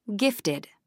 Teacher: 2 syllables, main stress on the 1st syllable.